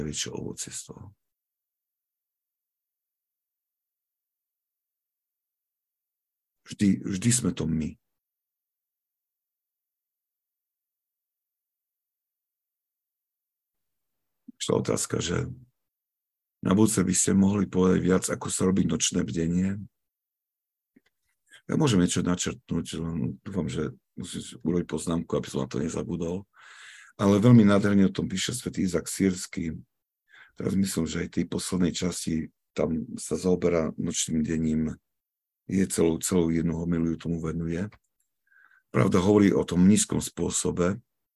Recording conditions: video call